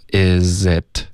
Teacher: 这个 z 和 it 连读。it 的 t 也得省略。导致一个干脆的停顿